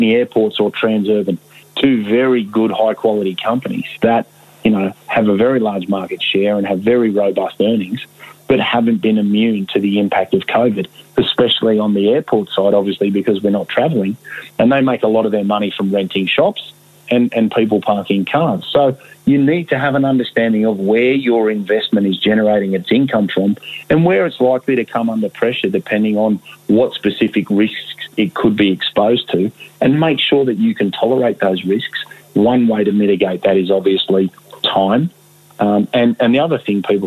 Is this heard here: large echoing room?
no